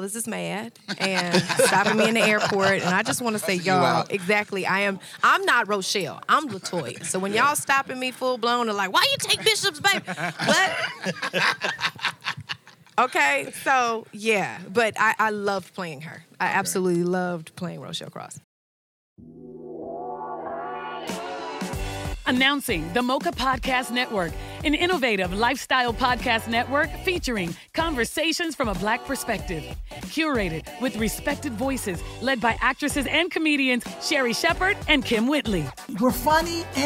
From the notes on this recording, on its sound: live backstage at the 8th Annual Black Music Honors!